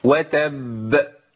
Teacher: الباء المشدده اول ما اجي اقلقلها هتاخد زمن معايا زياده شويه · Term: القلقله